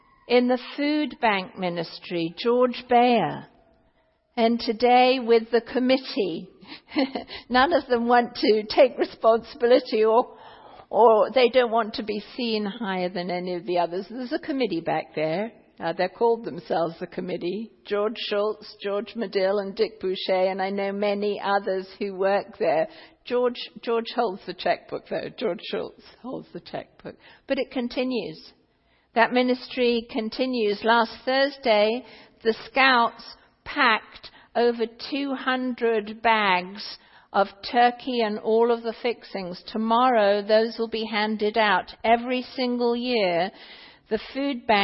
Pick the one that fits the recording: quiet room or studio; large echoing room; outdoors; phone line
large echoing room